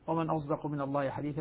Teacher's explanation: ليست صادا خالصة وليست زايا خالصة وإنما هي صاد مشربة زايا عبر عنها بالإشمام طبعا بإشمام الصاد زايا.